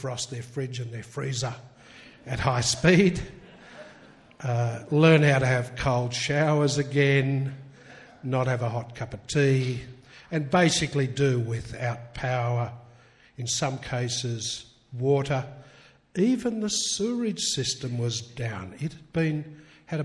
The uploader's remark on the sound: Recorded live at Mt Stromlo Observatory, Canberra on January 18 2013. 666 ABC Canberra.